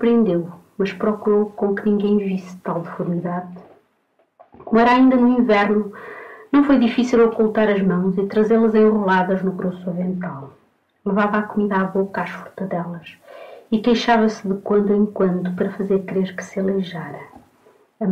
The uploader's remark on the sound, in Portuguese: Infelizmente, o áudio existente encontra-se algo degradado. Gravação original: Valentim de Carvalho, 1959.